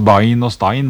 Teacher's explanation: ikke fullt så bred diftonga som er vanlig i målføret ellers. Nei, det er vanlig i Årdal at det heter altså bein og stein med ei og ikke ei.